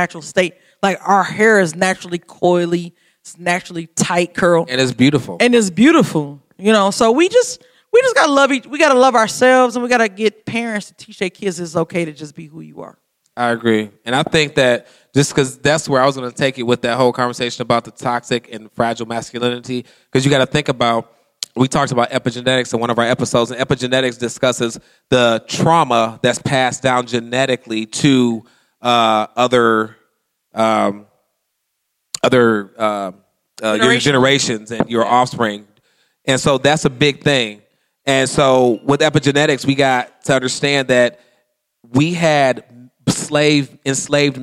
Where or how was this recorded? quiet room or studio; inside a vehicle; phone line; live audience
live audience